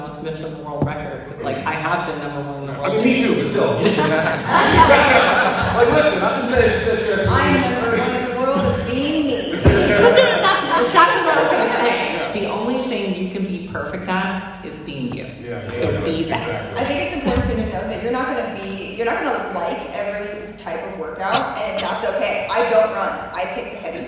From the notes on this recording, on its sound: TwitchCon 2023 Fitness Panel. The panel that I spoke on at this year's TwitchCon.